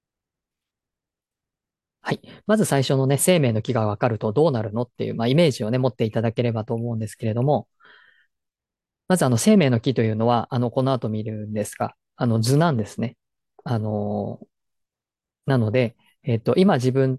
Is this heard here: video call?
yes